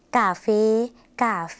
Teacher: ภาษาไทยออกเสียงสระแอแต่ภาษาลาวออกเสียงสระเอค่ะ